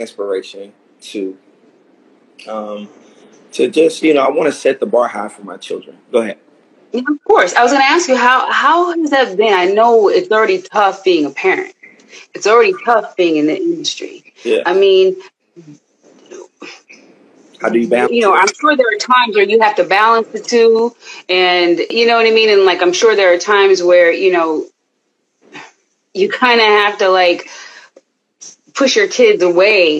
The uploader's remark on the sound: special Instagram Live #WFH edition